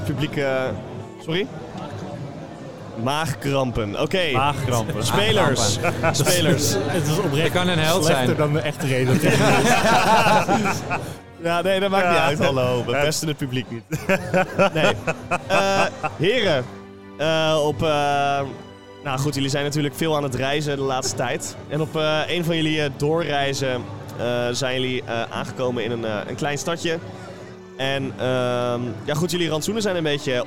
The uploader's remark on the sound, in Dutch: Live Special op Dutch Comic Con. Daar deden wij een live show met publiek en deze aflevering is daarvan het resultaat.